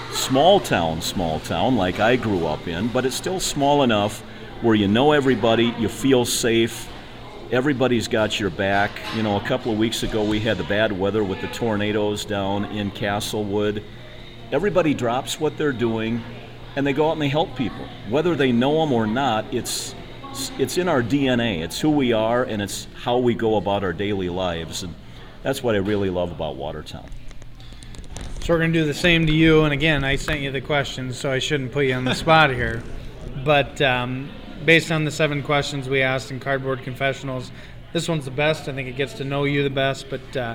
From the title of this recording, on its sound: Live At Labbie's Sports Bar & Grill